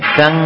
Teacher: lidah bagian belakangnya menempel rapat ke langit-langit dengan sempurna